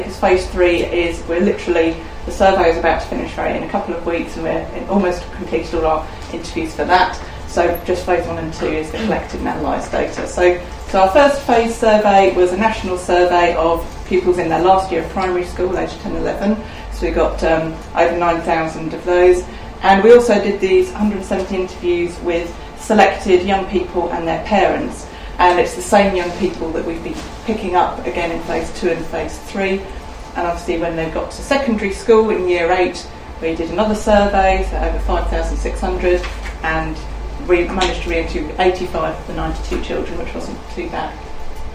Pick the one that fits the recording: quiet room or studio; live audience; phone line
live audience